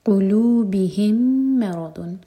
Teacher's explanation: ميم اور ميم کا ادغام، ميم کو ہول کریں گے اور را ہیوی, مرض، ما الضاد ہیوی، الضاد زبان کے سائڈ سے پڑھتے